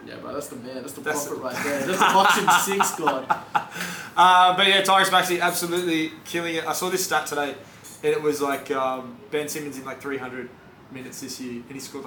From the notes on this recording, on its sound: we had to put out bad audio